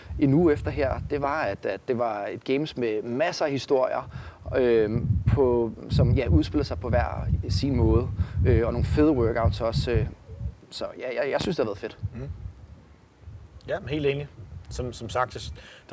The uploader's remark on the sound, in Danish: episoden er undtagelsesvis optaget udendørs, så der er lidt vindstøj i mikrofonerne!